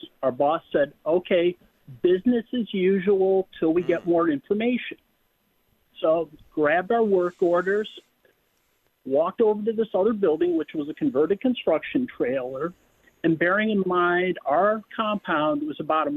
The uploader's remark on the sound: continues to take your phone calls